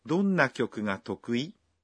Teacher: se pronunciaba tokui en un tono ascendente para indicar que es una pregunta